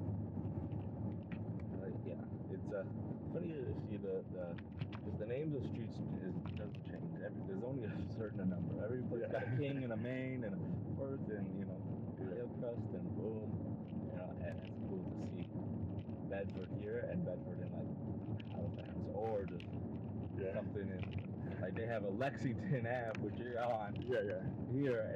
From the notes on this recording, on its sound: First of all, sorry about the audio.